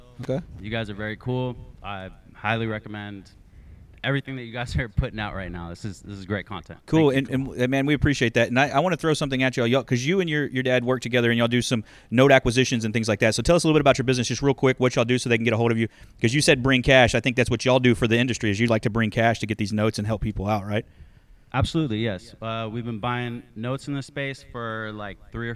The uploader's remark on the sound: Live from Globe Life Field!!! As always we end each day with a live podcast where we let get the guest involved and this year was no different.